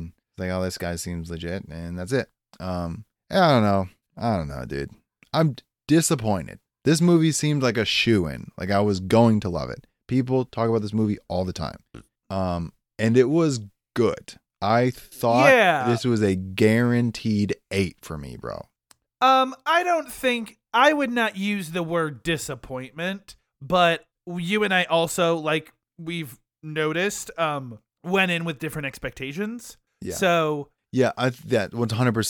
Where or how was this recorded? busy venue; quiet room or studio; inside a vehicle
quiet room or studio